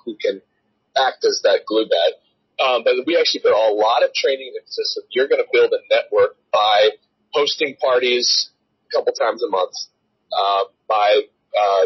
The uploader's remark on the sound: via phone recording